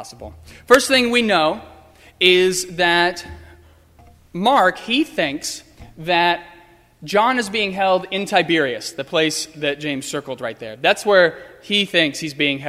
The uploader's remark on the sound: Sermon preached on Sunday, April 12, 2015. At First Presbyterian Church of Arlington Heights, Illinois.